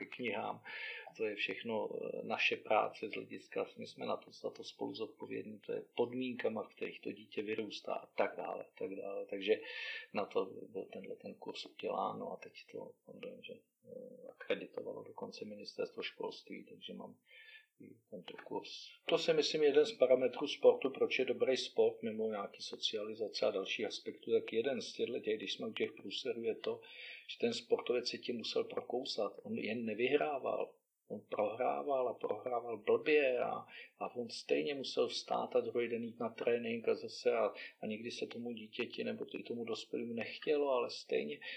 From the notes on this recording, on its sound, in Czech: A to i přes to, že kvalita zvuku celkem pokulhává.